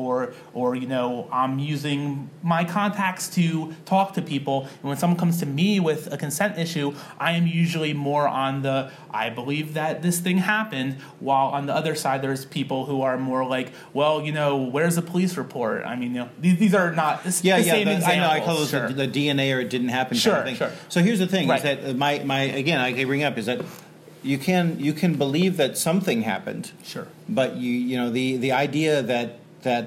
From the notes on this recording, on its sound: Live at the Philly GRUE